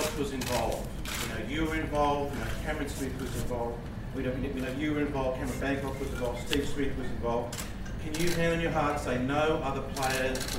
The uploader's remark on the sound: Press Conference from the SCG.